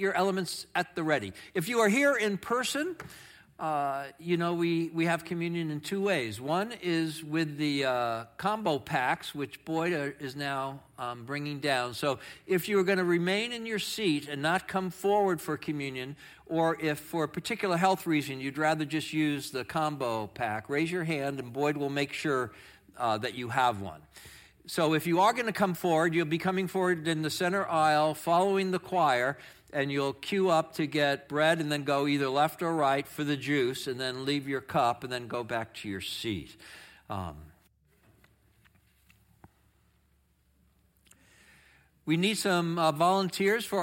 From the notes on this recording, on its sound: Audio of our worship service on 6/4/23. Streamed live from our campus in Westlake Village, CA.